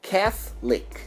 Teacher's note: essa letra O, ela não sai